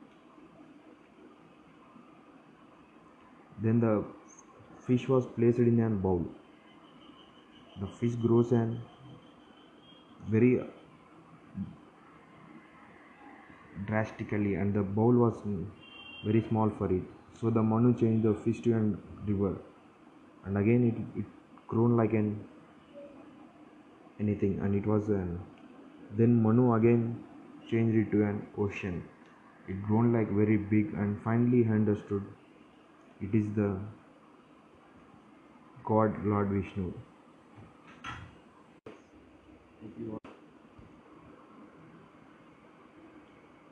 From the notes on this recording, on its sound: Please ignore my bad English and background noise.